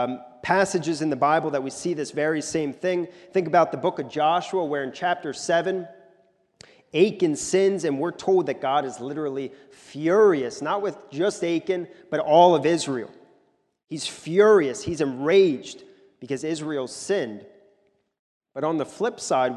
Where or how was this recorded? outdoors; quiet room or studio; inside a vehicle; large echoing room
large echoing room